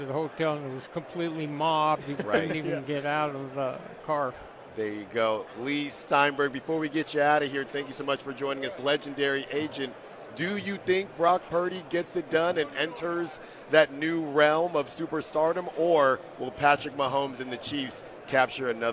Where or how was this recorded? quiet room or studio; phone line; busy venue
busy venue